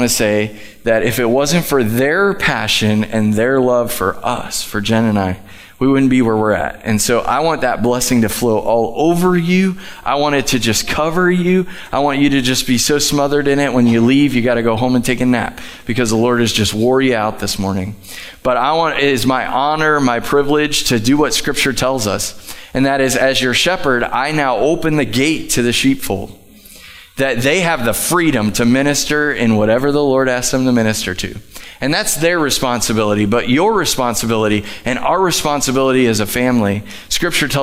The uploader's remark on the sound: Live from The Summit Church in Dover, OH.